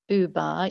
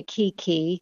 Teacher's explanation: when you say buba, your mouth is making more rounded shapes, whereas when you say kiki, the mouth is not making round shapes